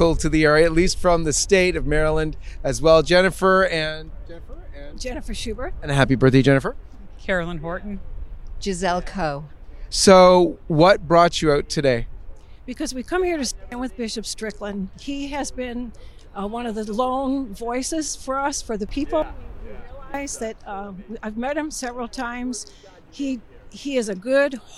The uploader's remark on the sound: Hundreds rally outside USCCB assembly. This exclusive on-the-ground report outside of the November 2023 USCCB Assembly.